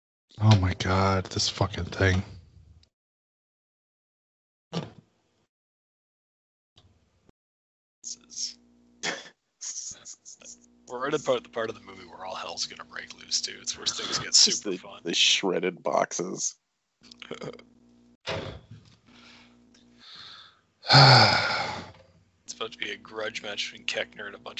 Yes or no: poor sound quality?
yes